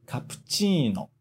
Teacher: esse P-U no meio, a gente não fala o U. A gente só fala praticamente o P.